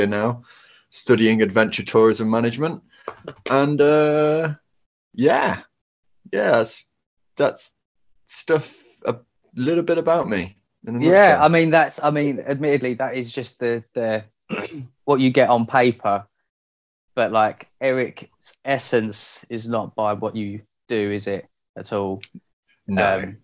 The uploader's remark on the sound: Recorded on zoom so the audio isn't the best